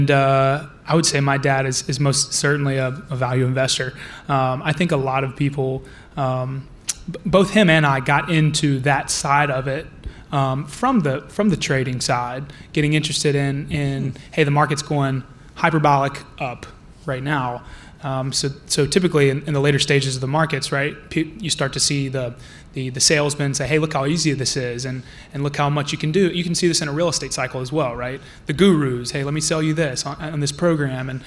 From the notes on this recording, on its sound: In front of a live audience here at Fool HQ.